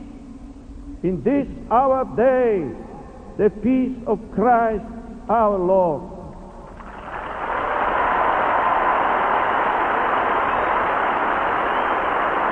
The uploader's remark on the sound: homily at Bellahouston Park in Glasgow in 1982